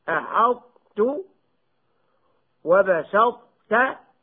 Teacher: الطاء الساكنة التي بعدها تاء من نحو أحطت وبسطت، فتظهر جميع صفاتها عدا القلقلة